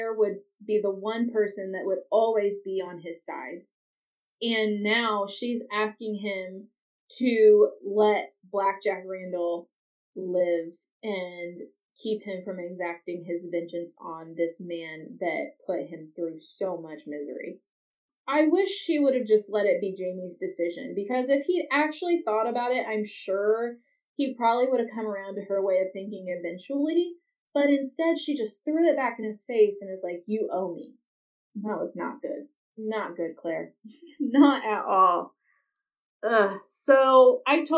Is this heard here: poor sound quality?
yes